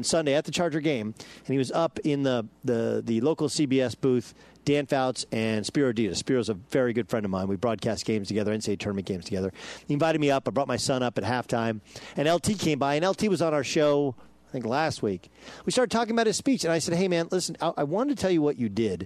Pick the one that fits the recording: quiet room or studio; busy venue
busy venue